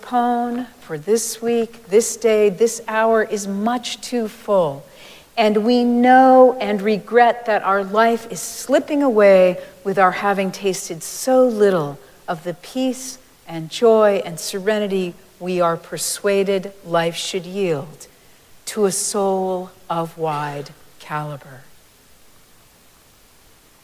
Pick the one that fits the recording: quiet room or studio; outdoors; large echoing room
large echoing room